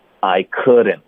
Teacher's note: 这个的的音我们尽量用一个弹舌音给发出来